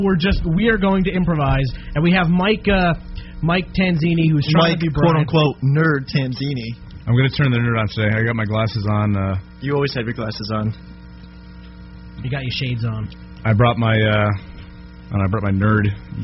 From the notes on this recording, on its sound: We apologize in advance for the low quality audio. There was an error with our recording device.